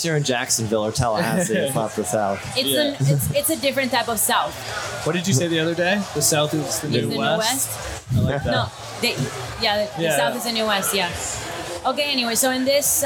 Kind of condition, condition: setting, busy venue